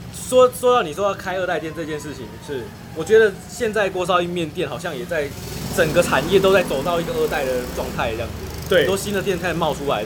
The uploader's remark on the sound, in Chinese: 錄音地點：牽咖啡 Chen Coffee